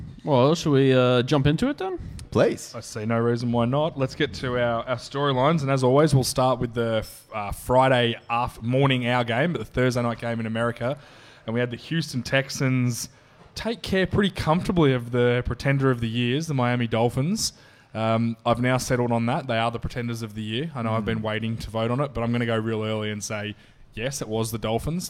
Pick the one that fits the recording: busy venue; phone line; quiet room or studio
busy venue